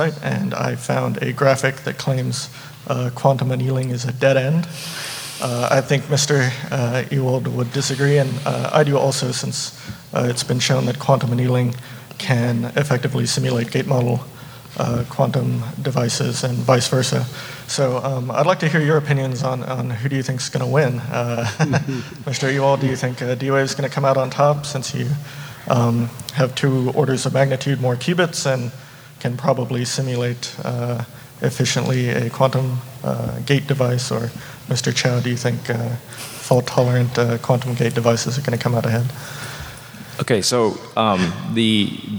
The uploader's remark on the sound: In this podcast from from SXSW 2018